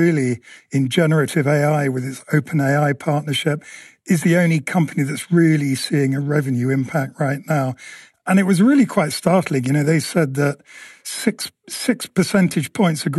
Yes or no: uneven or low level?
no